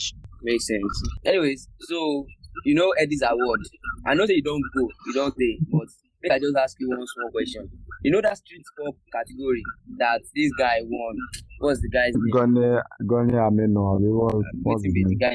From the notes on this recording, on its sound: Pardon the bad audio